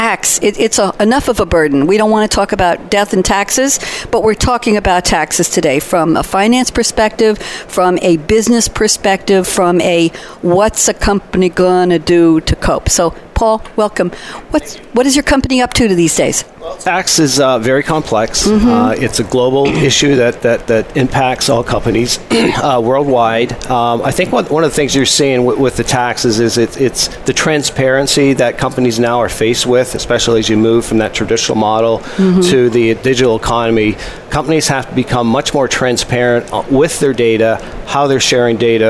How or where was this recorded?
busy venue